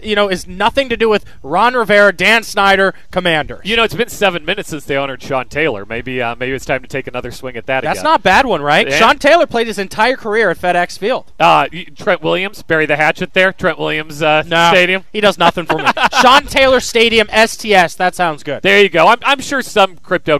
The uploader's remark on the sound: As we launch The Sports App live from campus. Live from VCU campus.